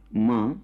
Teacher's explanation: হিন্দিতে যখন আমরা মা শব্দ প্রয়োগ করছি, তখন একটা অনুনাসিক ধ্বনি আছে